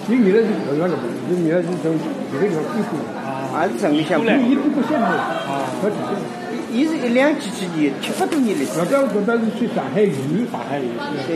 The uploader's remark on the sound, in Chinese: 文庙旧书市集。我去了一次文庙旧书市，录了现场的声音，采访了书友，也记录了现场的议论。